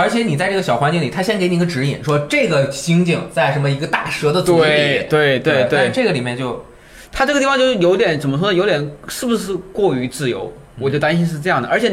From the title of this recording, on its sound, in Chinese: 2017E3特企现场篇